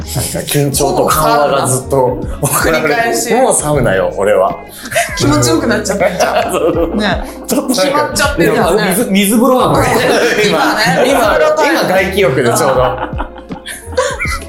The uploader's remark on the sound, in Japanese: なぜか音声にノイズがはいっております